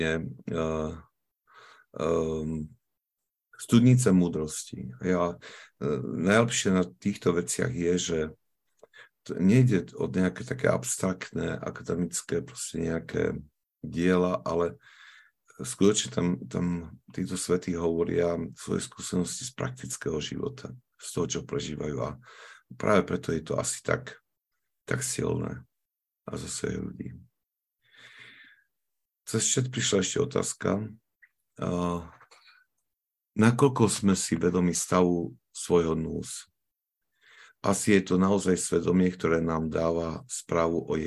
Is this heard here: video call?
yes